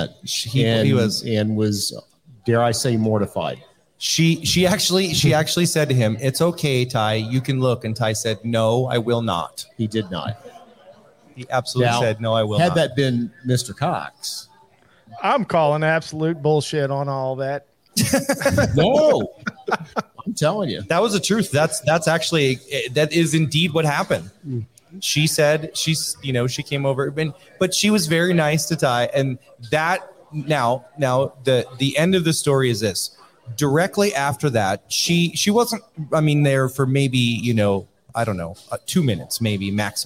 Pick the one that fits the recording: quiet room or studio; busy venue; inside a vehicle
busy venue